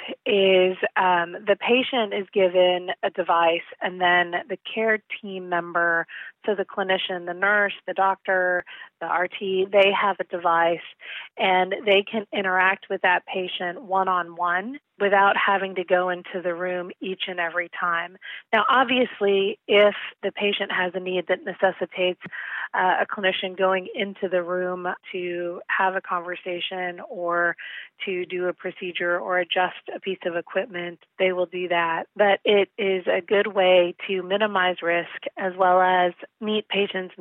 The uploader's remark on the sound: The first part of the interview was recorded in our offices before Covid hit full-force. Joined us by phone for a current update in the second part.